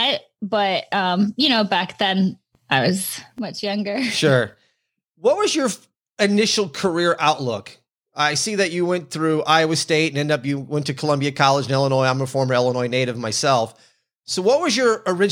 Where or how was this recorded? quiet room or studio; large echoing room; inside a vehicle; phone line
quiet room or studio